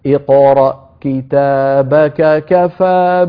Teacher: لو وصلنا اقرأ كتابك كفى، سيلتقي في النطق كافين، فعلينا أن نبينهما كلتاهما